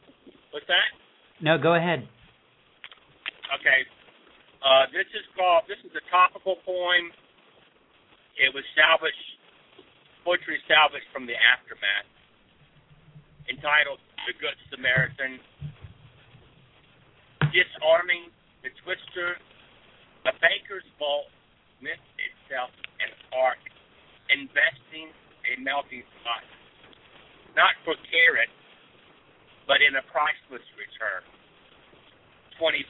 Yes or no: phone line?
yes